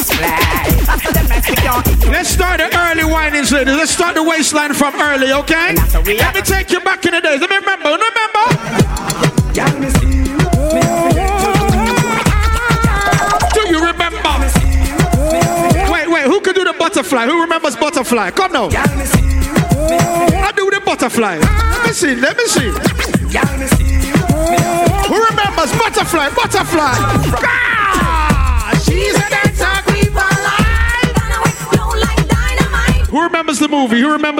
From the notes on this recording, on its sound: Live audio from me in the clubs